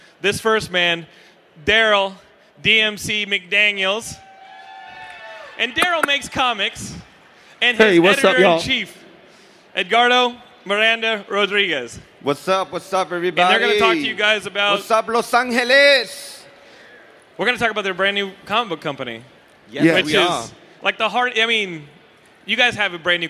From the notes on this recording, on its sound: Another panel conversation from Stan Lee's Comikaze Expo 2015!